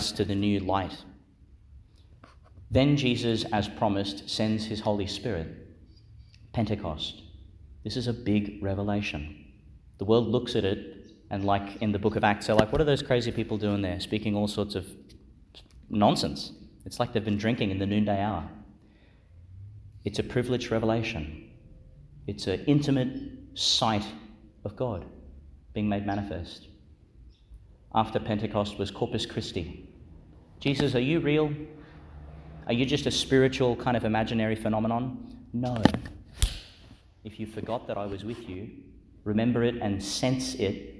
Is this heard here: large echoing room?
yes